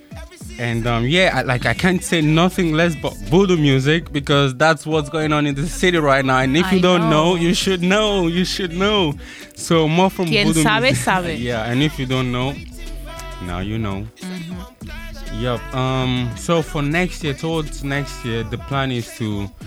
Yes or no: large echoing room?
no